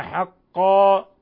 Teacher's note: تفخيم القاف وتفخيم الألف تبعا للقاف لأن الألف حرف يتأثر بما قبله تفخيما وترقيقا